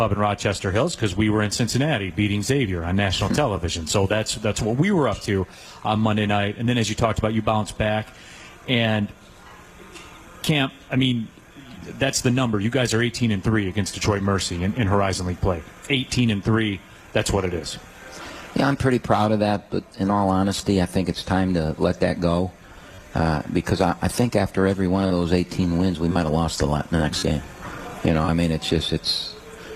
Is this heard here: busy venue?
yes